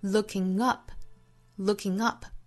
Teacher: looking up 三个音节的单词，我们重读在后面的 up 上